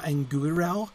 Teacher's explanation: the UI is not really diphthonged, really. So that should be two syllables